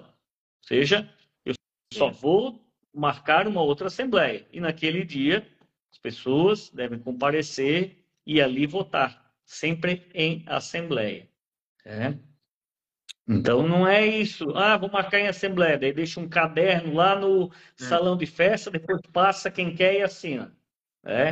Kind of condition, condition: link, video call